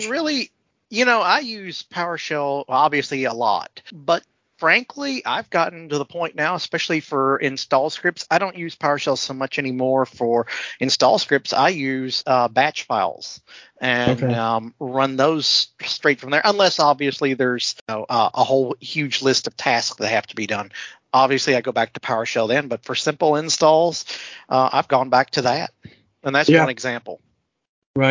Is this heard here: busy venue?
no